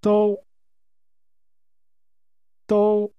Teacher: This is pronounced with a high level tone.